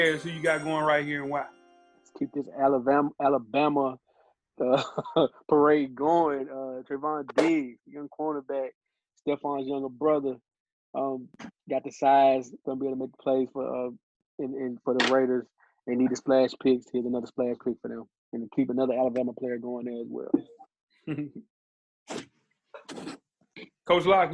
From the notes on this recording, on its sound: our first virtual episode of the quarantine